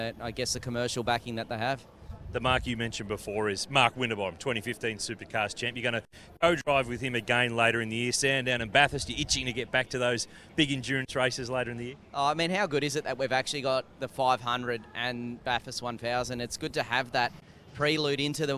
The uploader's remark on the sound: live from the Newcastle 500!